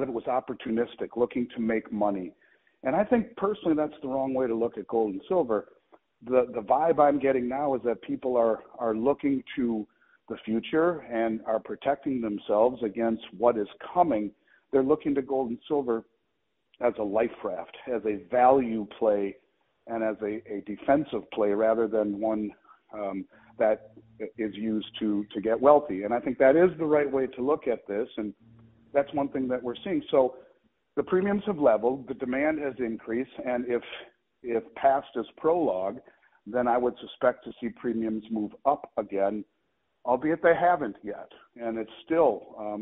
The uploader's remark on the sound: Calls in from the Vancouver Resource Investment Conference.